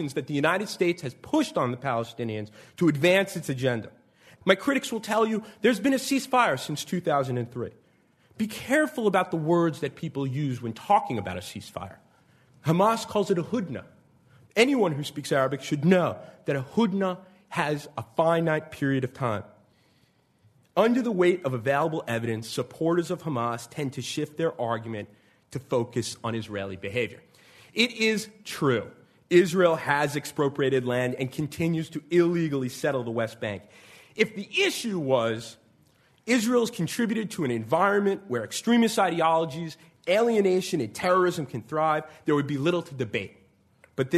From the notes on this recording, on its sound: The debate, held in front of a live audience in New York City, lasted well over an hour.